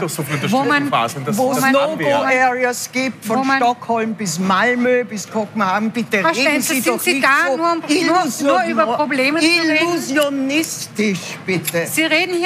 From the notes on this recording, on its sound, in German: Spezialabend zum Thema Jugendgewalt live aus der Millennium City. Zu einem „Pro und Contra Spezial“ aus im Segafredo Millennium City.